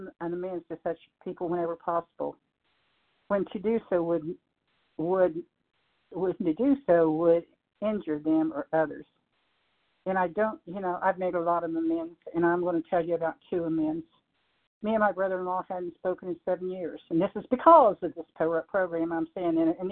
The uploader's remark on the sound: 100 Pounders Phone Meeting, 12/23/23